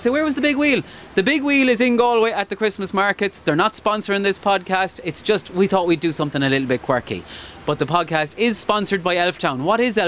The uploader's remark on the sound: This episode is live from The Big Wheel at the Galway Christmas markets